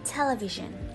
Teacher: khi phát âm thì trọng âm sẽ được nhấn vào âm tiết đầu tiên · IPA: /ˈtel.ɪ.vɪʒ.ən/